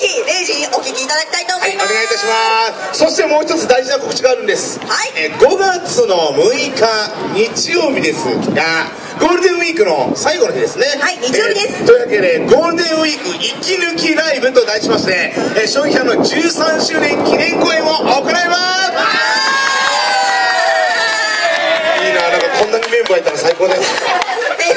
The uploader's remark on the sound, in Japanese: おいでんフェスタin前田の会場から。強風の為、お聞き苦しい点がある事をご容赦ください。